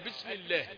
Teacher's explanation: كتم السين، وربما أشبهت الثاء المثلثة